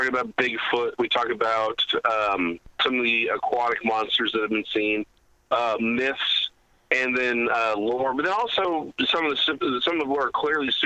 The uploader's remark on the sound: on the phone